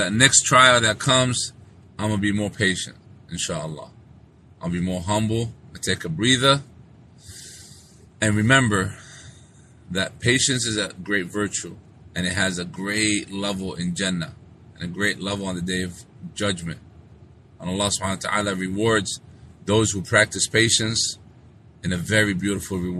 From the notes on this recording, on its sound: This was a live streaming that was made while driving